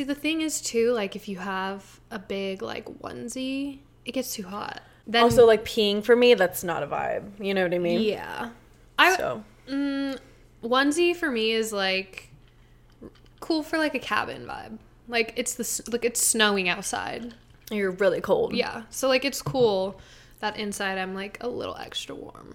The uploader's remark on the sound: While we make our favorite chocolate chip recipe. Enjoy all the lowkey ASMR vibes and background noise in this one!